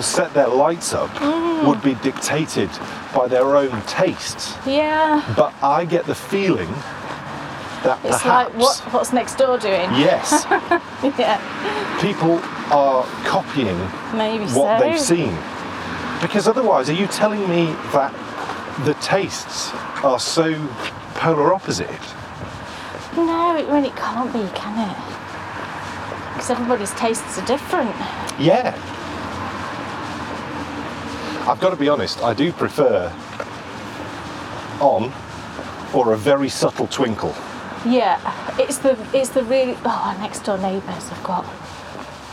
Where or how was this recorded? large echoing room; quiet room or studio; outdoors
outdoors